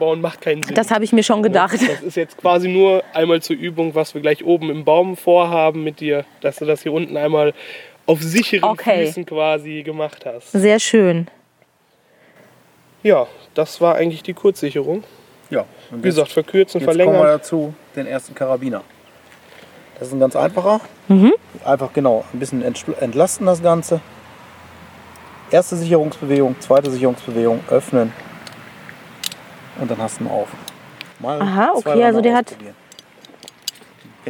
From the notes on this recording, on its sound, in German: auf einer 20 Meter hohen Eiche